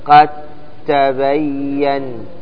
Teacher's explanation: هنا يضغم الدال في التاء